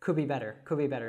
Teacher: So we kind of drop that D in could and link it to the B, could be better. · Term: connected speech